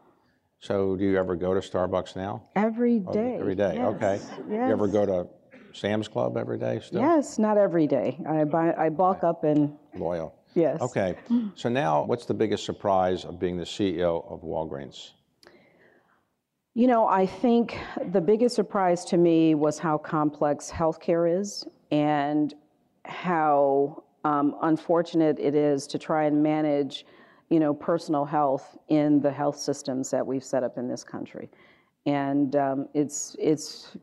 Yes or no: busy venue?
yes